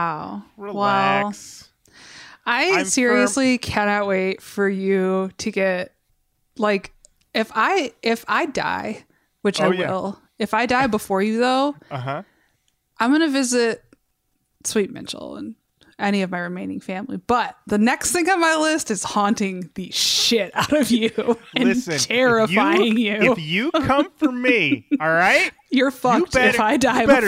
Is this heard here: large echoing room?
no